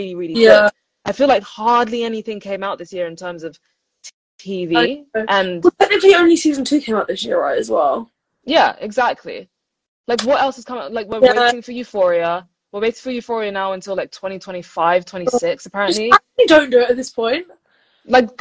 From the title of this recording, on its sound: BONUS EPISODE from IG Live